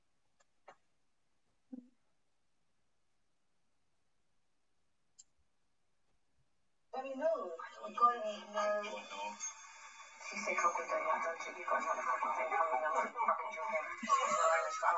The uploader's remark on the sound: Over Zoom one morning.